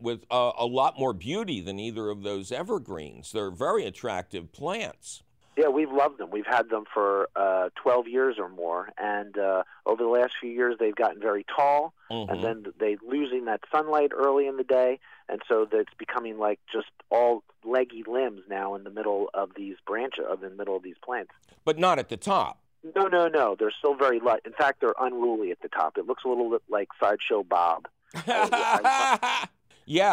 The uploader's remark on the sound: As always, we take your fabulous phone call questions.